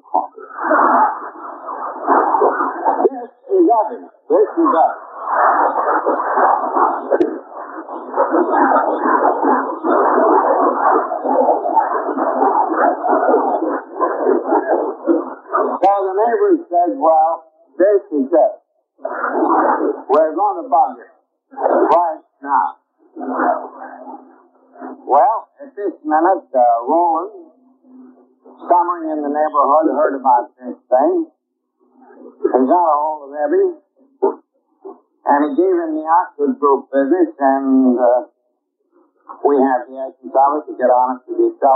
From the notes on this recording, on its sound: speaking at the AA International Convention in Long Beach, CA, in 1960